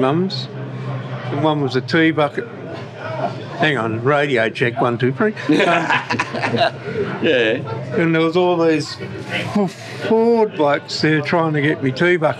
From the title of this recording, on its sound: LIVE.....from Chrome in the Goldfields!!